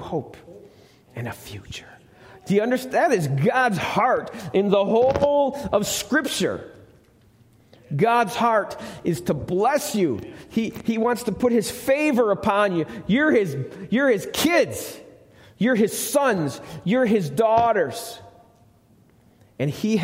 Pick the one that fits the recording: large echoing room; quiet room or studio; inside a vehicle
large echoing room